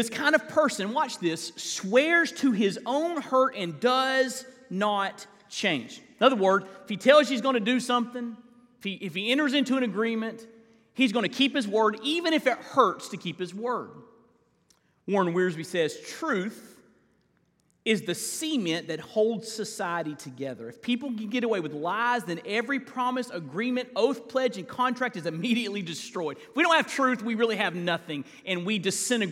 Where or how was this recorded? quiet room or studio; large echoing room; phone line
large echoing room